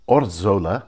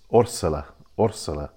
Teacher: the Spanish pronounce Zs as S's · Shown in: second take · So it's not Orzola, it's Orsola, Orsola.